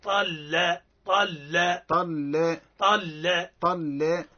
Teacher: طا مفخم واللام من اسم الموصول مرقق